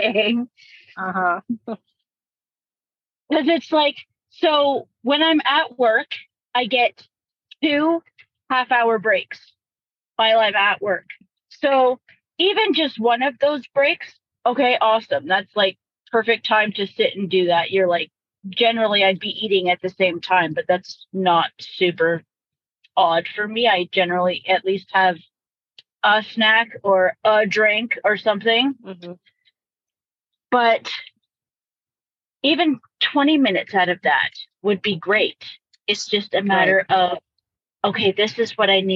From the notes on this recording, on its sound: During this live coaching call